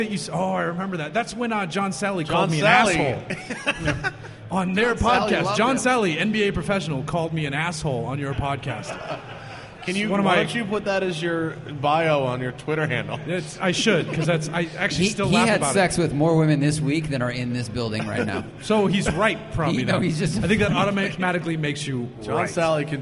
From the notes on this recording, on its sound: We decided to record this one in person. A handful of folks gathered at Four Sons Brewery in Huntington Beach, CA.